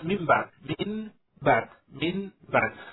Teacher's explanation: فإذا هذه الميم والباء ننطقها بإطباقة واحدة للشفتين، ما نقول ميم بعد يعني ننطق الميم الأولى ثم نفرج ما بين الشفتين ثم ننطق بلاء، نطبق الشفتين عند الميم ويبقى الإطباق نفسه إلى حين انتهاء الباء. فالميم هذه المنقلبة عن النون الساكنة أو التنوين وحرف الباء الذي هو حرف الإقلاب هذين الحرفين أو هذان الحرفان ينطقان بإطباقة واحدة للشفتين.